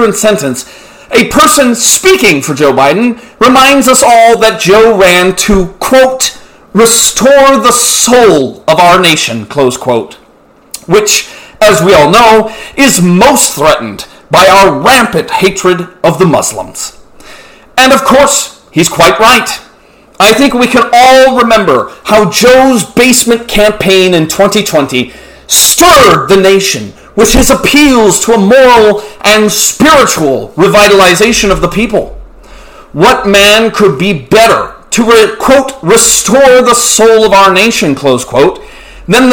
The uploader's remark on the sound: The sound quality is poor, but we are working on fixing these never ending sound issues, thank you for your patience!